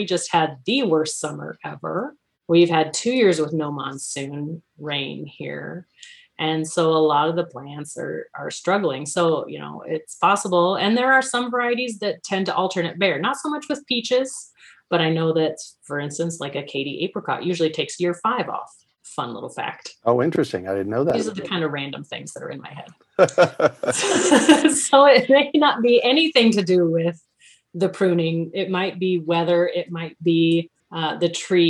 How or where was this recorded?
video call